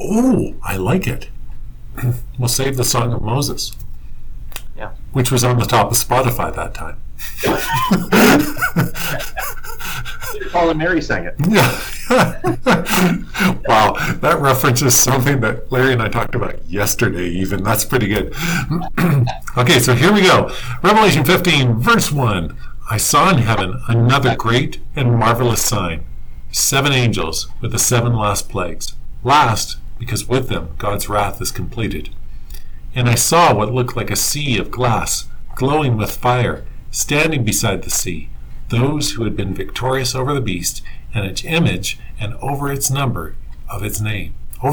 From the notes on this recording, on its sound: Sorry about the audio in this one